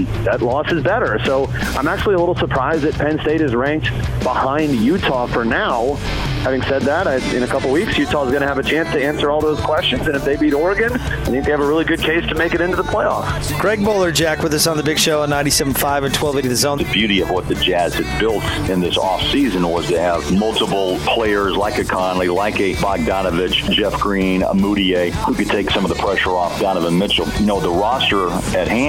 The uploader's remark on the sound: LIVE at The Warehouse